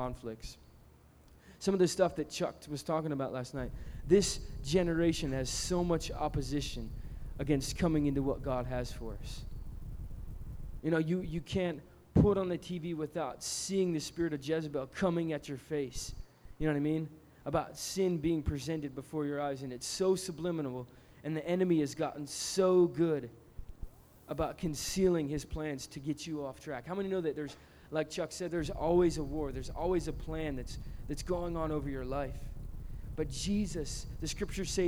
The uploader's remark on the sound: Recorded at Rhema Camp 07.